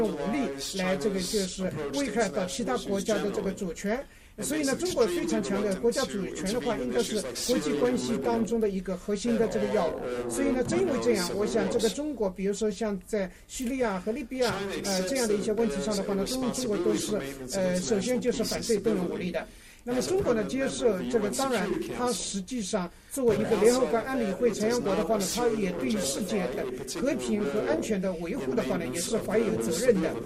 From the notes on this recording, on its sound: Delivered the keynote address at the 2013 Barnett-Oksenberg Lecture on Sino-American Relations to an audience in Shanghai.